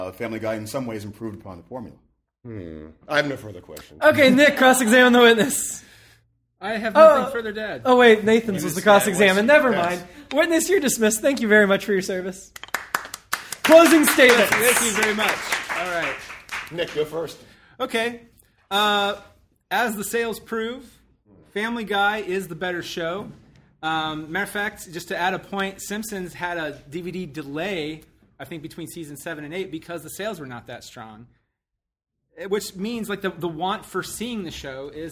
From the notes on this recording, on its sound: From the GBG LiVE February 2017 Show at MadLab in Downtown Columbus OH